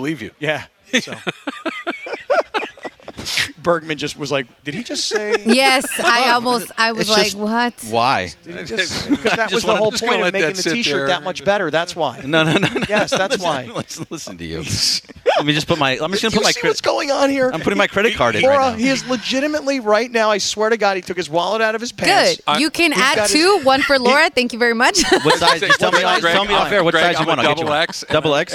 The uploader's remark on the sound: Live from Hollywood Park Casino!